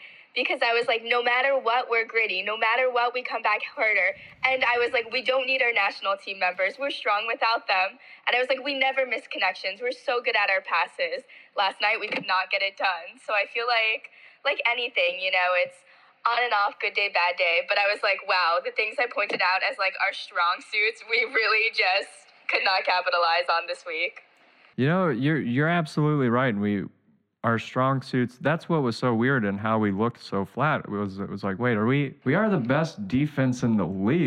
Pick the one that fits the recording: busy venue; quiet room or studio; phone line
phone line